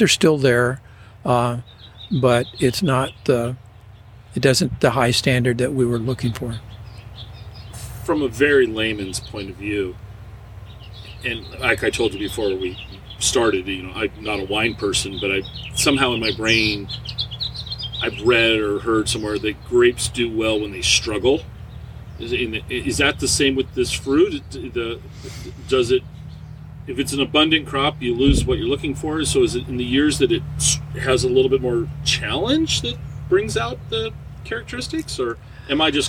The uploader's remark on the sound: We are sitting outside the Snowdrift tasting room during our conversation. You will hear the sounds from a working orchard throughout the episode.